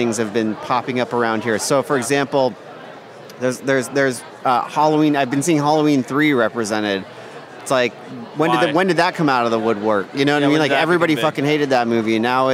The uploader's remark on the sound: live at Mad Monster Party 2015 in Phoenix, AZ